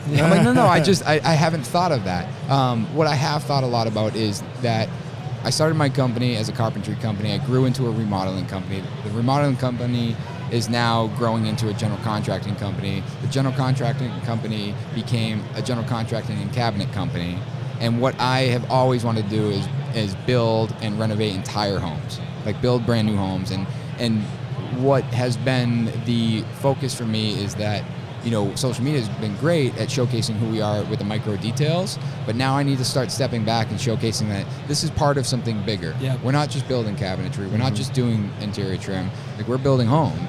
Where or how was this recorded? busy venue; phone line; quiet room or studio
busy venue